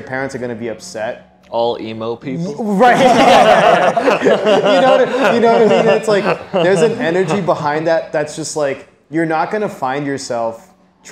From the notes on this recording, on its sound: This episode was recorded at Union Coffee in Milford, NH.